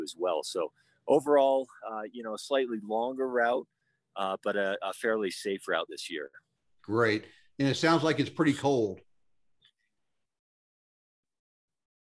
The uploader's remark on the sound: Live at EBC.